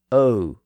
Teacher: The sound later evolved into the modern pronunciation as O, which is actually a diphthong. The modern sound is really the O sound followed by a slight U sound.